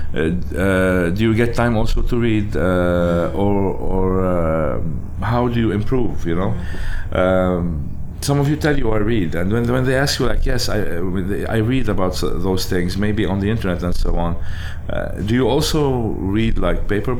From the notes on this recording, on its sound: recorded at his board game cafe On Board